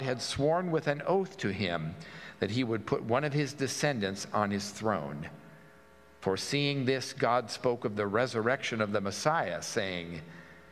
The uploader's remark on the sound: At the Pender UMC contemporary service on Sunday, August 20, 2023